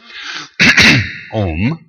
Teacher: And the M is simply the closing off of the glottis at the end.